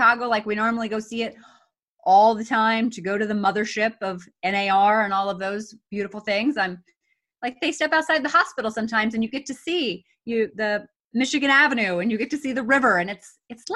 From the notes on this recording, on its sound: on Zoom